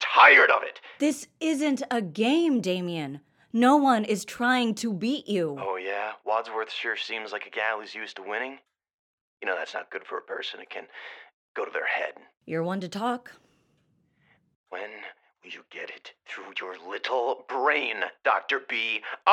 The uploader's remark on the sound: Phone conversations.